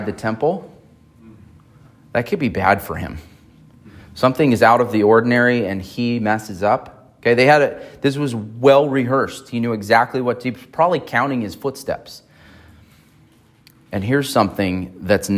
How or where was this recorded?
large echoing room